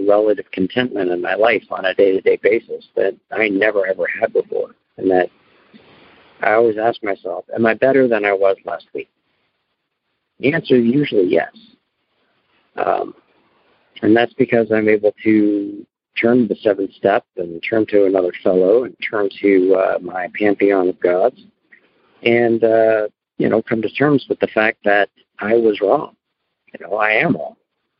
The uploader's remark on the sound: Noon Phone Speaker Meeting